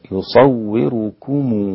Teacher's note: قالون عن نافع يقرأ هكذا يصوركم بضم الميم، ميم الجمع